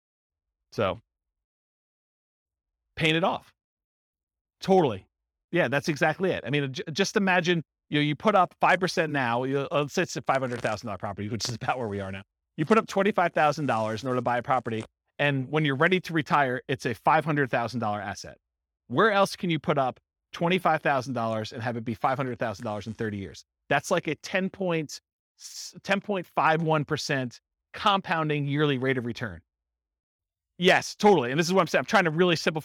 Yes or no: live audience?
yes